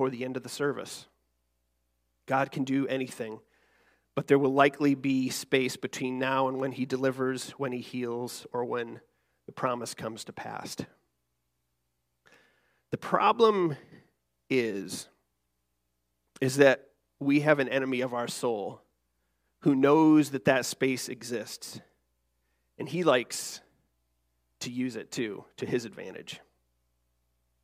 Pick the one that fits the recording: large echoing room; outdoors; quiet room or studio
large echoing room